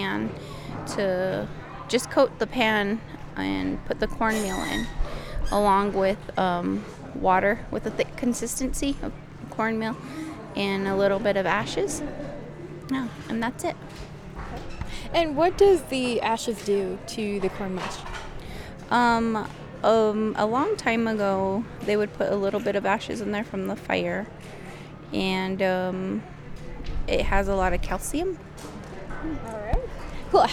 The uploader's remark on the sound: I hit the road and talk with some folks at the 6th annual Apache Harvest Festival at the Ndée Bikíyaa farm in Canyon Day, Arizona